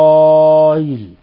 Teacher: تسهيل الهمزة الثانية مع المد، وإسرائيل، ومع القصر وإسرائيل، وطبعا المد اعتدادا بالهمزة لأنه مد متصل، وترك المد اعتدادا بالتسهيل، التغيير بالتسهيل، على أن التسهيل بالتغيير يعني قد غير في وضع الهمزة فصار المد طبيعيا.